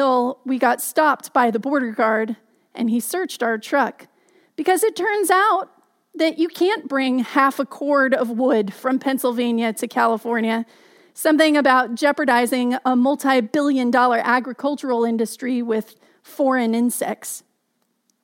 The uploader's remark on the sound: Message delivered during the Contemporary Worship Live Stream.